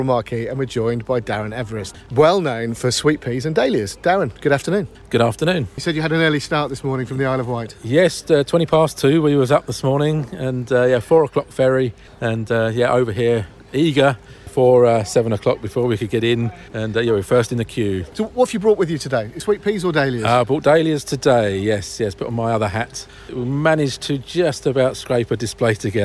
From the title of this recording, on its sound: at the Hampton Court Palace Garden Festival